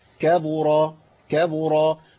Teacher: الراء عندي مفخمه، اخلص الكاف والباء الضعاف من المفخم وهو الراء